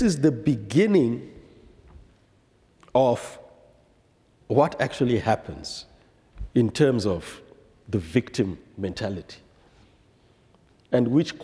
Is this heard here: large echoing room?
yes